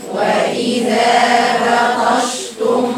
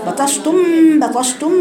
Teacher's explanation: الميم مع الباء في غنة